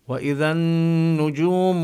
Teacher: كذلك إذا نفس الحكم بإذا الأولى، النجوم كذلك، هذه اللام لام شمسية لا نلفظها، ونشدد النون المشددة، نظهر الغنة غنة النون فيها